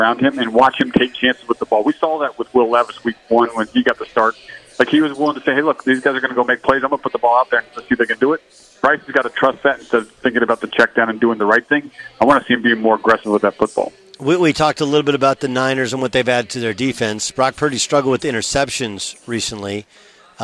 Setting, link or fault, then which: setting, busy venue